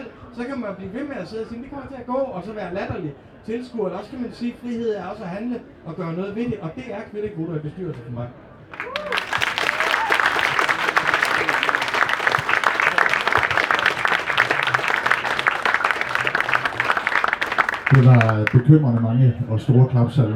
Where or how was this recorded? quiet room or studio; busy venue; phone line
busy venue